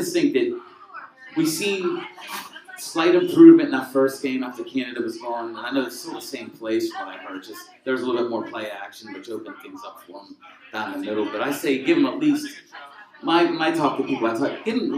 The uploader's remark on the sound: A special LIVE event at Gorman's Pub in Pittsburgh, PA. Thank you to Gorman's Pub for hosting.